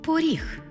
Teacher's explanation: Звук «о» наближається до звуку «у», що ми позначимо в транскрипції.